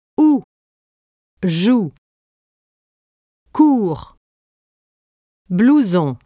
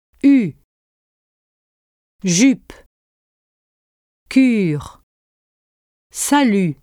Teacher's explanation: The difference between these two vowels lies in tongue position. In the back of your mouth, for ou in sous, and all the way to the front, pressing against your lower teeth with tensely rounded and protruding lips, for u in sur.